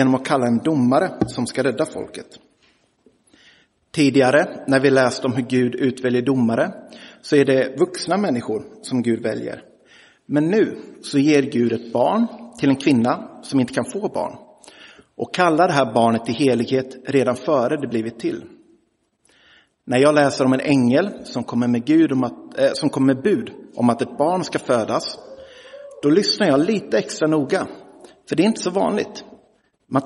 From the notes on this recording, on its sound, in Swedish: Inspelad i Roseniuskyrkan den 29 januari 2023.